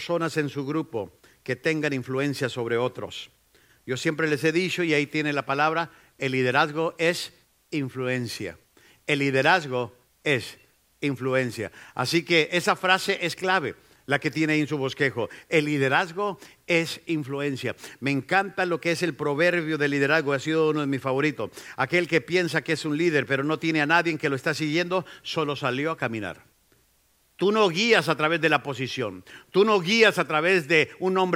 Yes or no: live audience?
yes